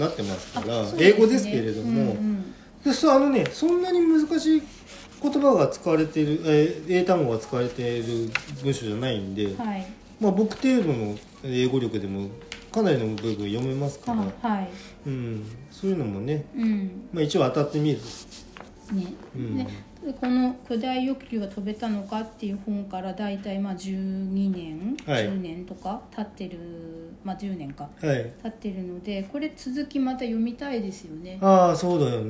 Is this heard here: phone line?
no